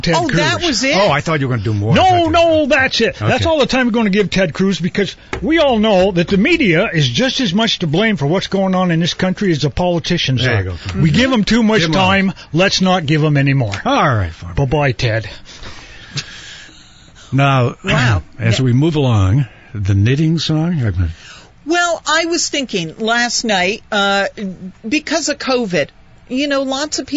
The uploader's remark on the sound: They play some great tunes and talk to a couple of community members over the phone.